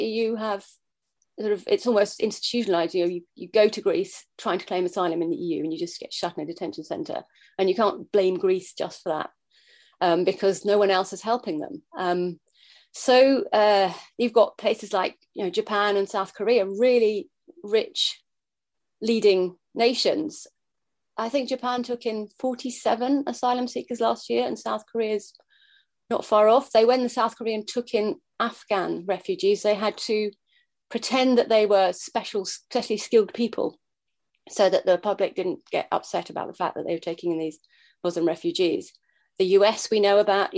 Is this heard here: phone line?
no